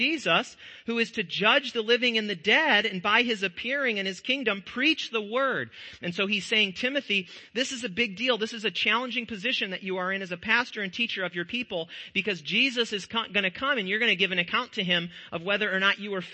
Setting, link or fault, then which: setting, large echoing room